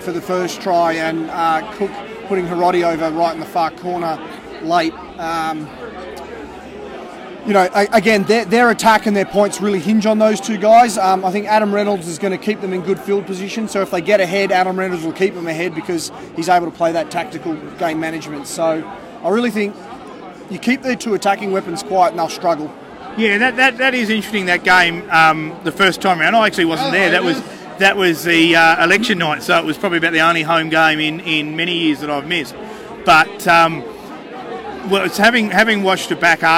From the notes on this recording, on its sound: Soak up the atmosphere at The Duxton, where Canberra Raiders fans gathered before the short trek to Canberra Stadium for the match.